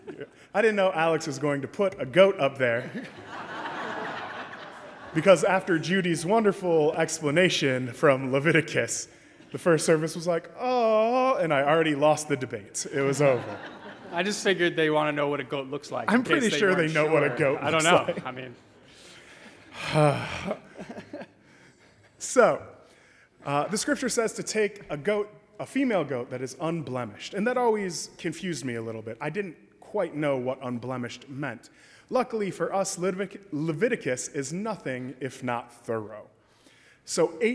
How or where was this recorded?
large echoing room